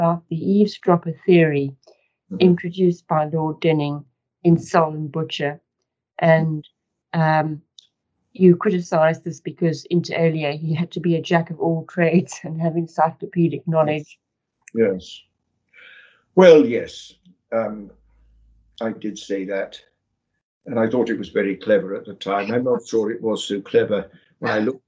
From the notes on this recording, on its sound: The interview was recorded online